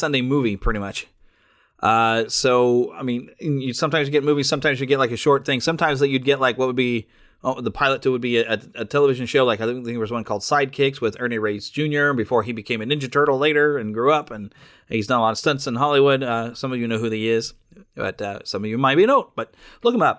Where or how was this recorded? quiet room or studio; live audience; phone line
quiet room or studio